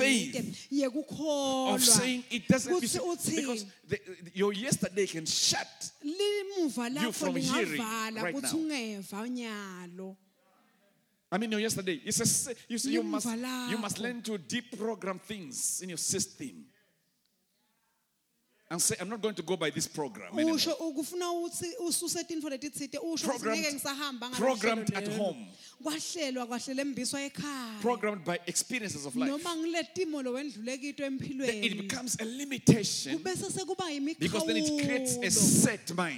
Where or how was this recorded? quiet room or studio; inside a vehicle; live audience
live audience